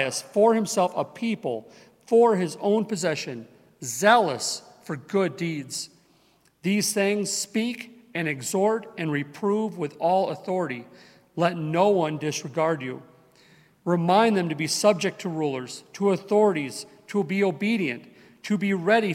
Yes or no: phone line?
no